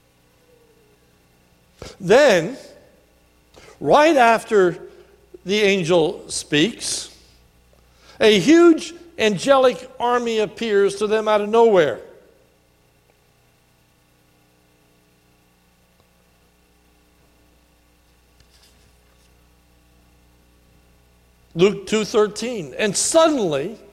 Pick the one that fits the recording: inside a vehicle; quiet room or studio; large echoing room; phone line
large echoing room